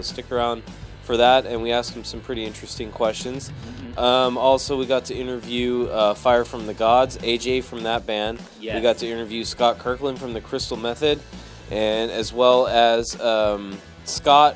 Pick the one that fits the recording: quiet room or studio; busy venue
busy venue